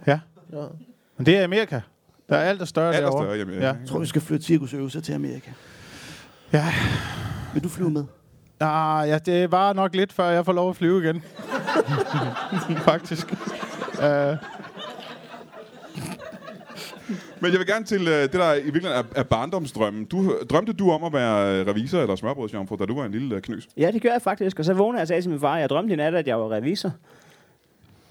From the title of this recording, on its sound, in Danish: Live fra HCA Festivals